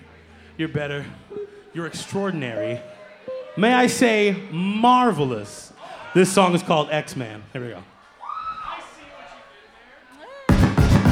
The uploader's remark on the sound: Tonight on the Live Feed we take you to Mid West Music fest 2023 for regional favorites. Youre listening live from MWMF 2023 tonight on the Live Feed.